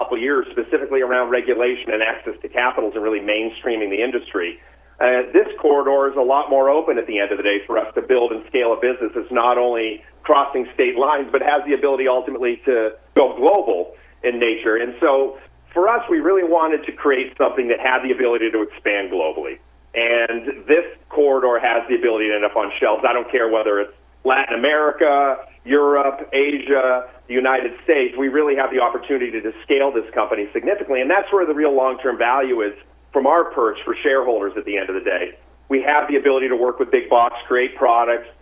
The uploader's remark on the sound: called in to SmallCapVoice.